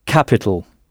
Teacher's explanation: En insistant bien sur la première syllabe, « ka », « capital ».